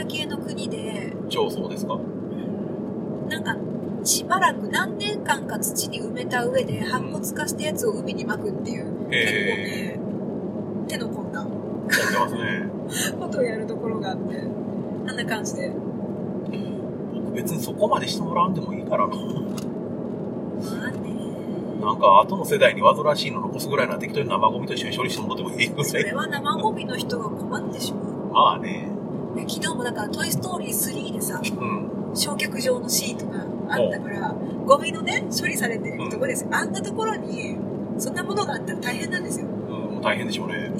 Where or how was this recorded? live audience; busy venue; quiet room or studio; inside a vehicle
inside a vehicle